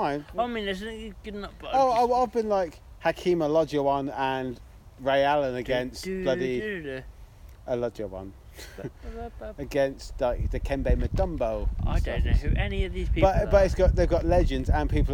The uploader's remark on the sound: This week, we’re back outside on a nice warmish March evening.